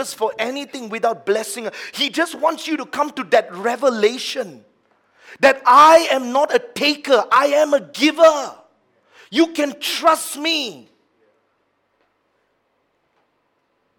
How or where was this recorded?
large echoing room